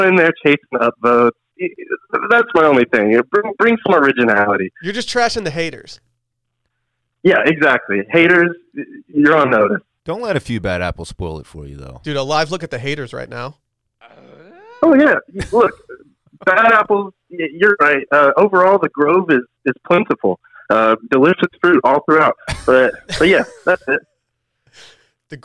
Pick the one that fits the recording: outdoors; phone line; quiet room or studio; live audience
phone line